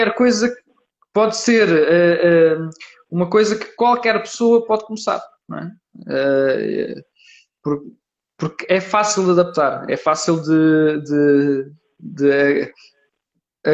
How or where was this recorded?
video call